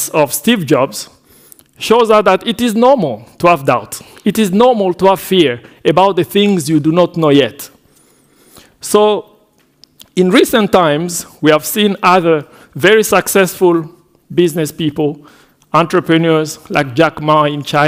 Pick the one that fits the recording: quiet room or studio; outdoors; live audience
live audience